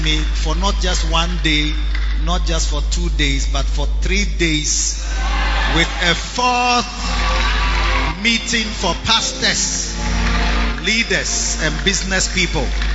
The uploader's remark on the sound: Preached at the Lighthouse Chapel Int. King Of Kings Cathedral, Achimota.